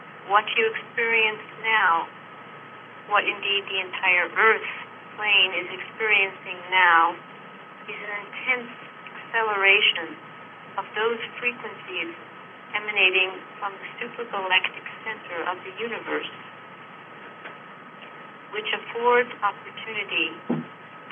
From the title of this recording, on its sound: Conference Call LIVE, January 3, 2022